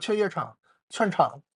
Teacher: 比如说那个三个字的词，它会把中间的字儿给你吃掉啊 · Term: 吃字儿